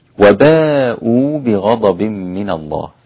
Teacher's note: وباءوا المدين مد متصل 4 حركات عند كل القراء، وحمزة وورش 6 حركات